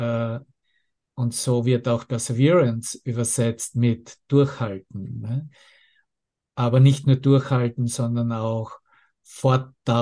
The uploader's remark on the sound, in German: Zoom-Session. Veranstaltet von der Aleph Akademie.